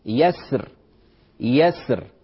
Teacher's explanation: تفخم لأن الراء جاءت ساكنة، هذا الراء قبلها ساكن، هذه الراء يسر يسر، هذه ساكنة وقبلها حرف ساكن في حال الوقف، في حال الوقف تفخم.